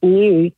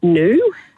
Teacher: It's known as yod dropping, and we've been dropping these yods. · Shown in: second take